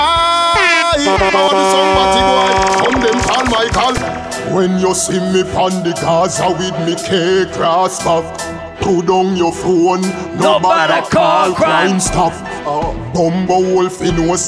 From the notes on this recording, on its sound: Live audio recording from my set at Sundeh Day Club in Bethesda, MD on Nov 26th.